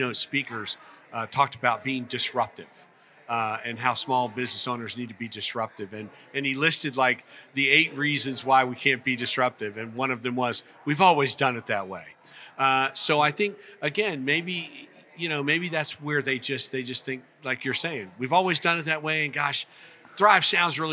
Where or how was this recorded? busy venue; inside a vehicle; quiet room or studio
busy venue